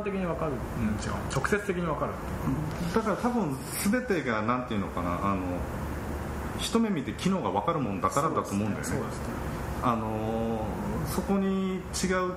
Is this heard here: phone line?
no